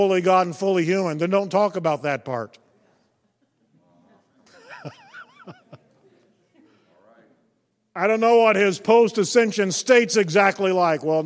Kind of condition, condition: setting, large echoing room